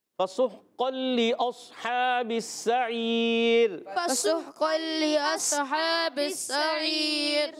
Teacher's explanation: لام کی زیر کو لمبا نہیں کرنا